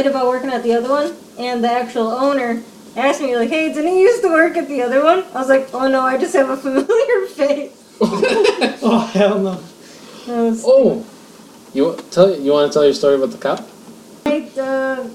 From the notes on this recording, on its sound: Unfortunately, our audio quality suffered a lot in this episode so a lot was cut out and this is what was able to be salvaged.